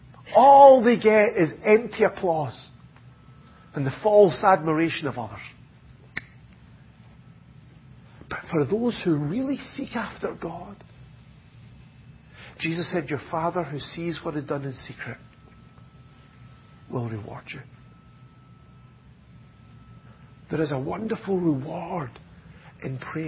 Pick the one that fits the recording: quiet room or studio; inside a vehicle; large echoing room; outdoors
large echoing room